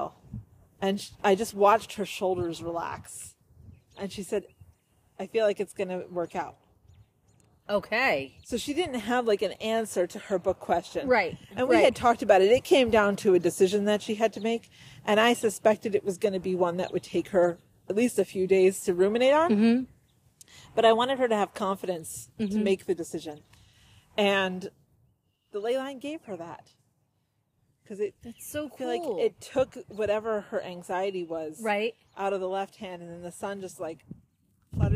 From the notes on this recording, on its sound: Live from the Ley Line. Record live from their local ley line.